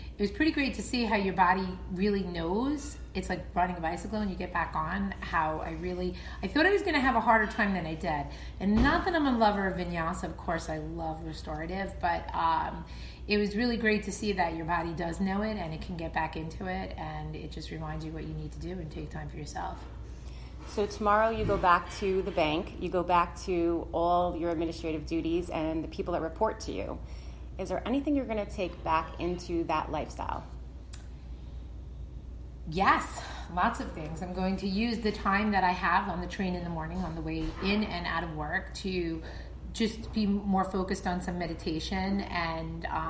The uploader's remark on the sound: Live from the Intuitive Woman Yoga Retreat